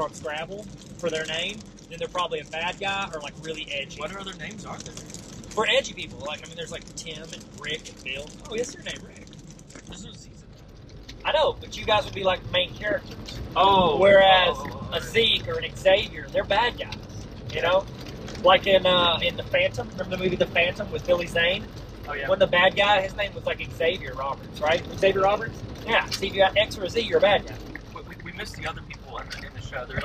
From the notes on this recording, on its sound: WARNING: Audio is trash.